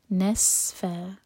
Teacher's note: فتح کی تنوین پر رک رہے ہیں تو یہاں بنے گا مد عوض عن التنوین، تو فا دوہر کا لمبا کھینچا جائے گا